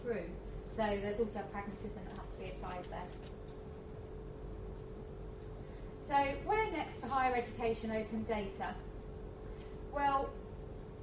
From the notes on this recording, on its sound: A lunchtime lecture